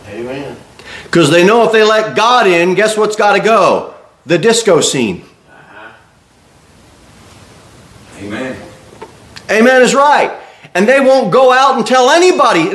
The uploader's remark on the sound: Sermon delivered at Pilgrim Baptist Church on Sunday, January 7, 2024, at 11-15 am.